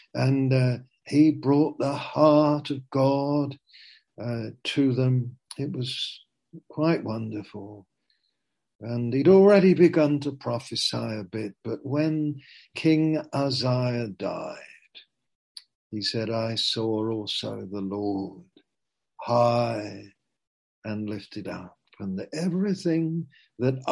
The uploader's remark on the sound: Zoom - Teign Valley Sessions